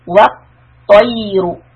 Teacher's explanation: The ta is heavy letter. Lift the back of the tongue.